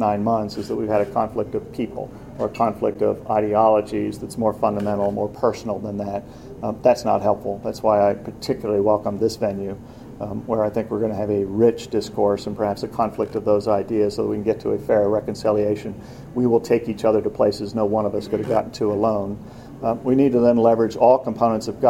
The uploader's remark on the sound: Audio from "The National Security Agency at the Crossroads," a public conference held by the Robert Strauss Center for International Security and Law and the William Clements Center for National Security at the University of Texas at Austin.